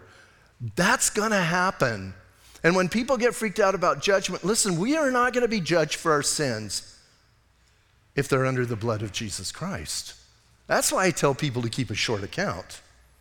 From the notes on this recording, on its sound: Audio messages from Calvary Chapel in Sierra Vista